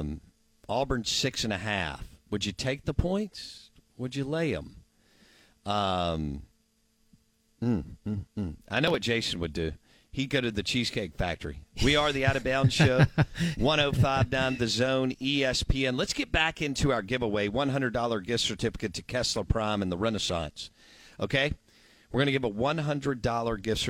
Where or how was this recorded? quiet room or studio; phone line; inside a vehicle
phone line